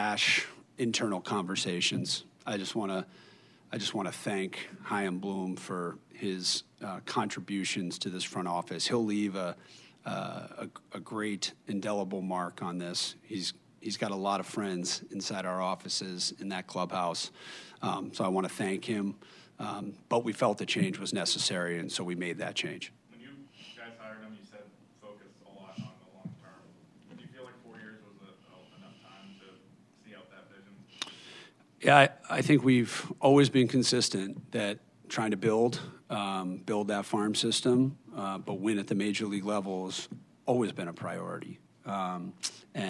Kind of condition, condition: setting, busy venue